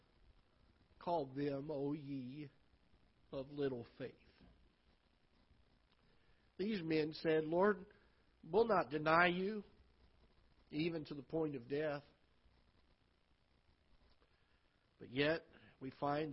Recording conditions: large echoing room